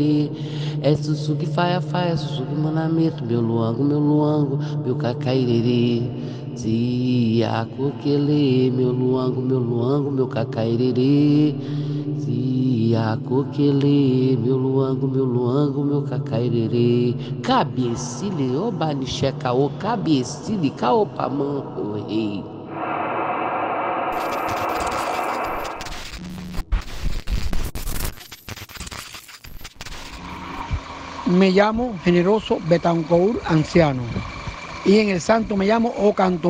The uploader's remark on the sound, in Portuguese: Sequência de captações de vendedores ambulantes em Cuba. Arquivo da televisão cubana pré revolução.